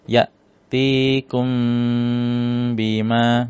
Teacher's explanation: Ketika mim sukun bertemu dengan huruf ba, cara bacanya gimana? Ada gunahnya. Ya tikum bima, ya, jadi ditahan dulu, ada gunahnya, ya. · Term: ikhfa syafawi